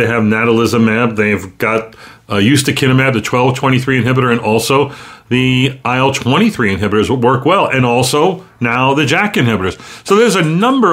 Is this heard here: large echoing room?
no